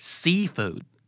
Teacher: seafoodเน้นสีมากกว่า foodนะครับ